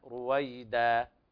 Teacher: الإبدال ألفا بدل التنوين المحذوف، فتمد مدا طبيعيا